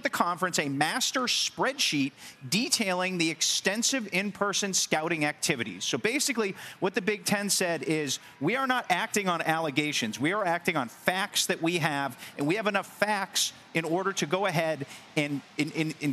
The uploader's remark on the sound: Live from the University of Georgia as they get ready for their matchup against Ole Miss.